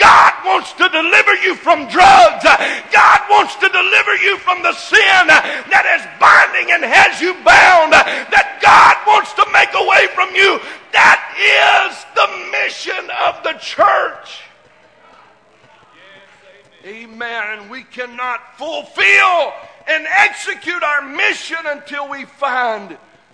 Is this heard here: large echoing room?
yes